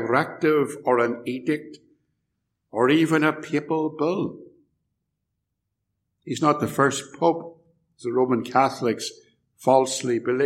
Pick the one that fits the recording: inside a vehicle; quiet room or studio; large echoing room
large echoing room